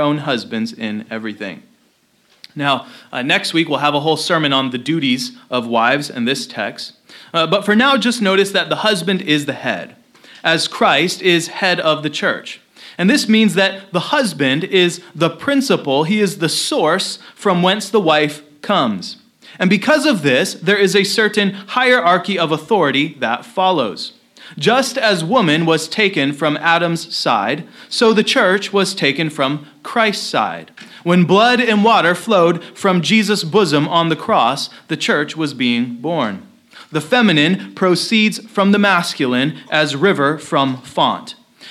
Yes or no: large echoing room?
yes